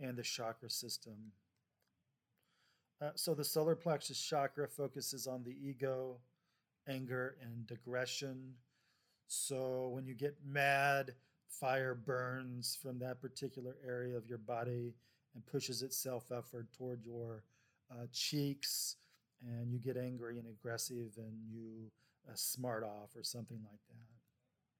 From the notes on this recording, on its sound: If the sound is too low, let me know.